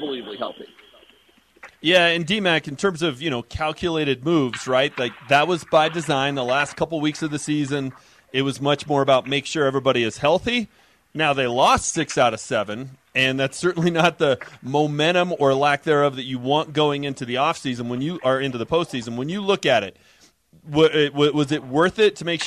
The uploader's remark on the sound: live from Ball Arena